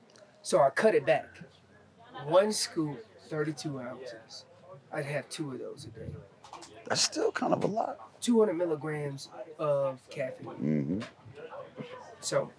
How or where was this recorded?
busy venue